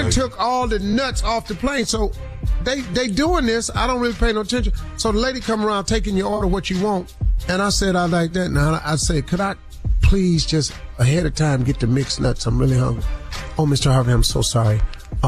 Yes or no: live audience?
no